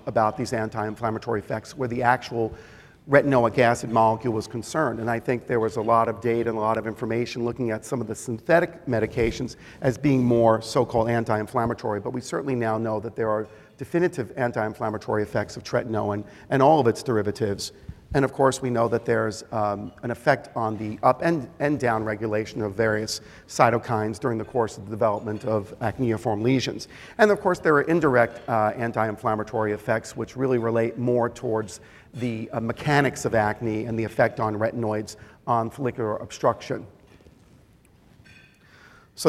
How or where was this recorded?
live audience